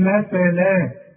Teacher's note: والساء لابد انك تطلع لسانك في الساء